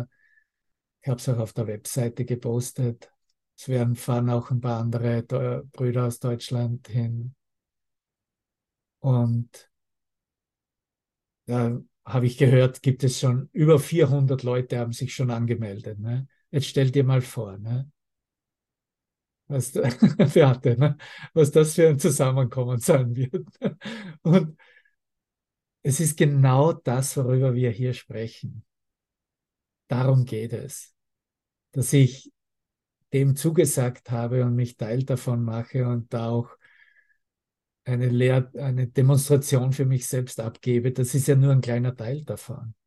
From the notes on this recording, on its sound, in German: Zoom-Session. Veranstaltet von der Aleph Akademie.